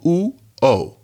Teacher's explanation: the o is lower than the oo.